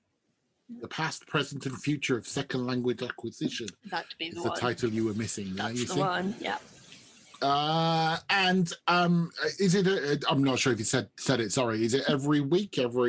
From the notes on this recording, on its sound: It’s our traditional round table (well, round zoom) episode.